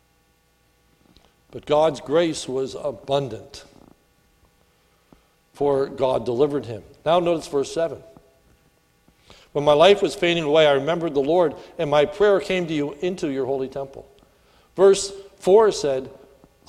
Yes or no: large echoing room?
yes